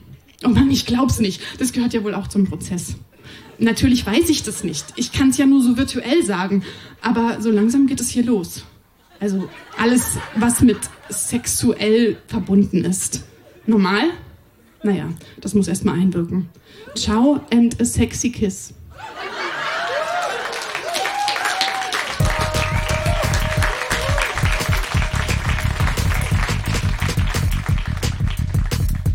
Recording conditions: live audience